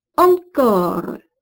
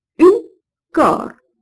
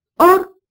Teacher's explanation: le O de ces mots est resté ouvert en français moderne · Term: O ouvert